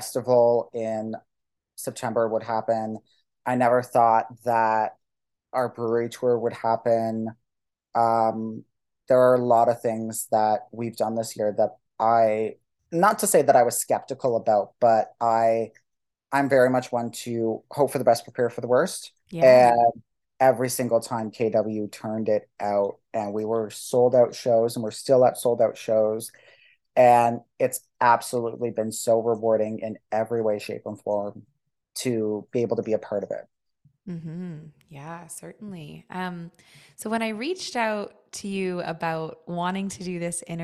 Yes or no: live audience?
no